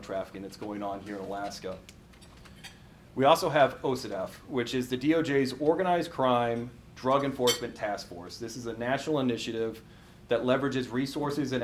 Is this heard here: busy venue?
yes